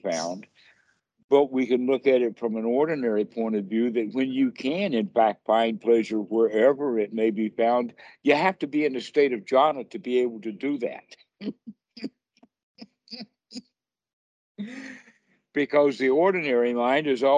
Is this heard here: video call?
yes